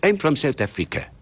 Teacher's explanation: Three-quarters of the languages of the world have what is called a syllable-timed rhythm. That is, the syllables carry the beat, so it's rat-tat-tat-tat-tat-tat rather than tum-ti-tum-ti-tum-ti-tum